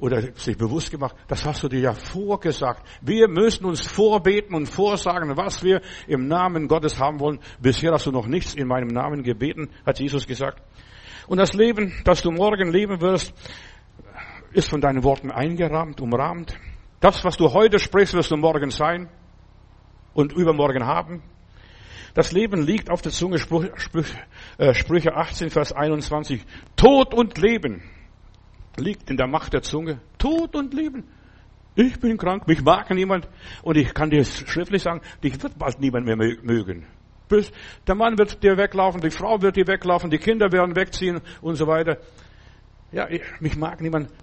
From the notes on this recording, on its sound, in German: im Gemeinde-Zentrum in Berlin aufgenommen